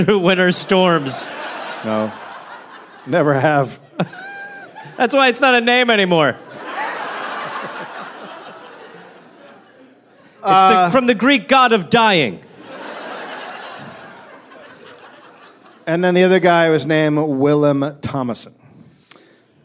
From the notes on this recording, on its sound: Live in NY.